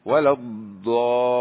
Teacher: ويشدد على اللام لأنه ما شدد، فكأنه انتقص من حق حرف، فلا يقول ولا الضالين، بل يشدد فيقول مستطيلا ولا الضالين، يحبس لسانه في اللام لأنها مشددة